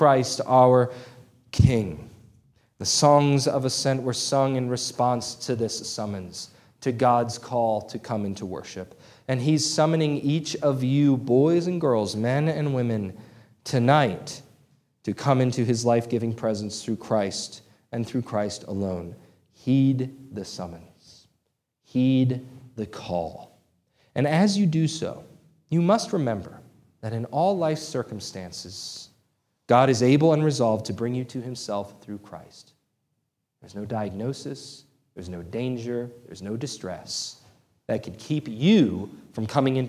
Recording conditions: large echoing room